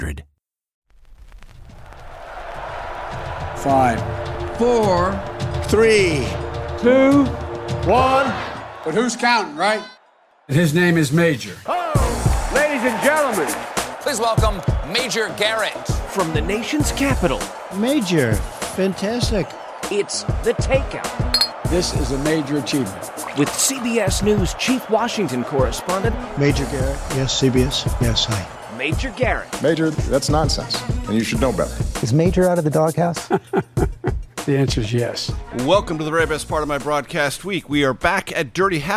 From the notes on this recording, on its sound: This episode was recorded on February 6th at Dirty Habit in D.C.'s Penn Quarter neighborhood.